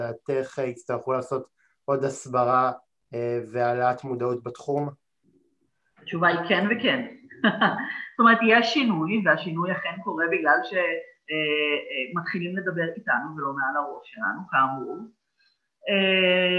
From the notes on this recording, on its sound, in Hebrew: מתנצל אם במהלך ההקלטה תחוו בעיות באיכות הסאונד זה נבע מתקלות באינטרנט שאיתן התמודדתי